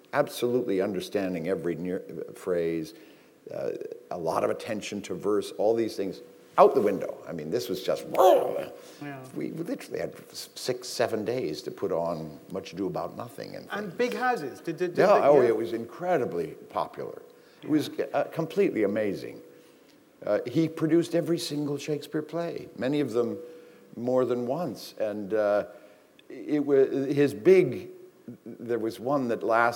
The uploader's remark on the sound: This is a recording of a live event from December 2012.